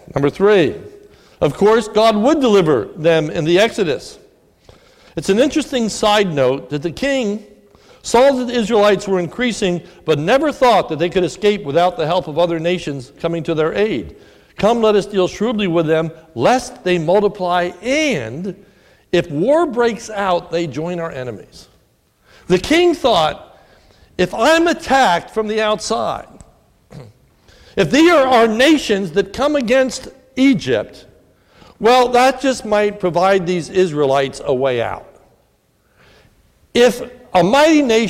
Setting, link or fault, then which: setting, large echoing room